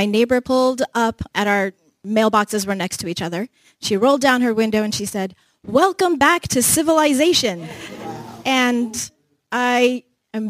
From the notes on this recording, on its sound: This episode was recorded before a live audience at the 2023 Ohioana Book Festival at the Columbus Metropolitan Library.